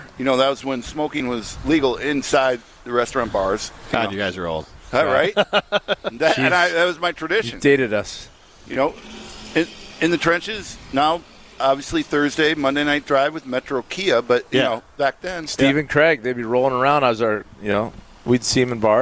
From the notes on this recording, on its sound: live from Metro Kia of Madison